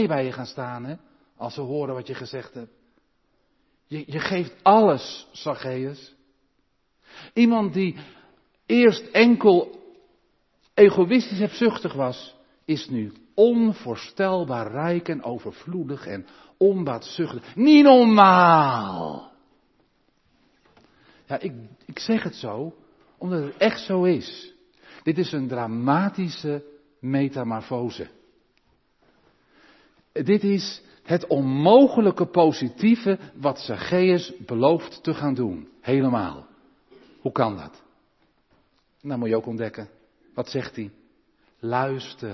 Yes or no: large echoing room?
yes